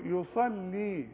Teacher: اللام تكون أكثر رقة مكسورة